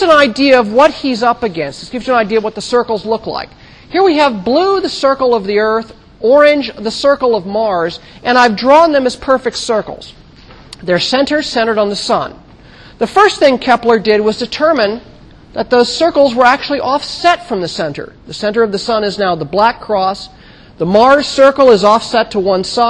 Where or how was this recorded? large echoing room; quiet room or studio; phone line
large echoing room